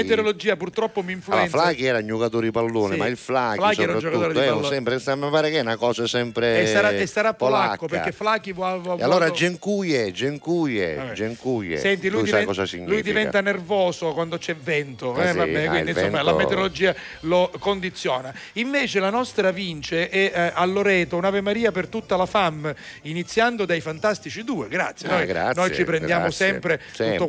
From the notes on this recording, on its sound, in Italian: In studio abbiamo avuto ospite. Al telefono.